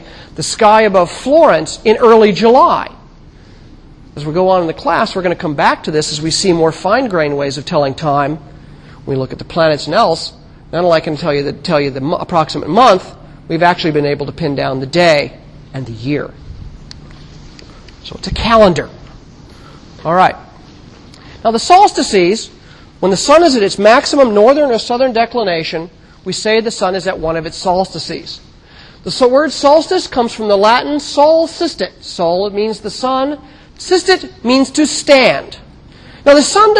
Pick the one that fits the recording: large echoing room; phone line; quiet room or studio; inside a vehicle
large echoing room